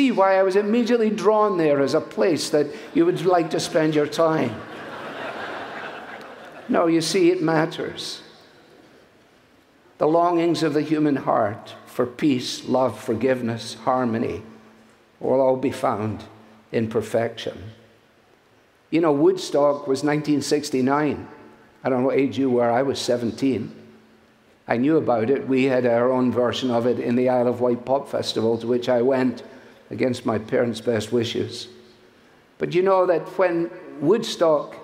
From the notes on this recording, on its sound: from the stage at our Family Leadership Summit